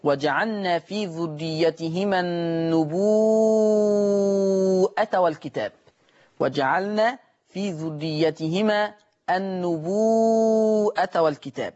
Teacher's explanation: يقرأها النبوءة، فتمد الواو أيضا مدا مشبعا، فتصير من قبيل المتصل